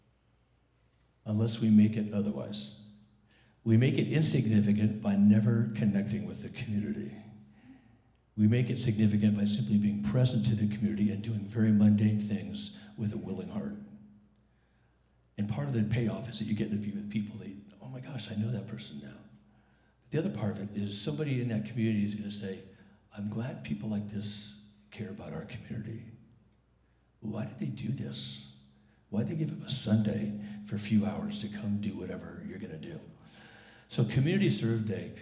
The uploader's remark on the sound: Recording of the 10:45 am service on Sunday, February 17, 2019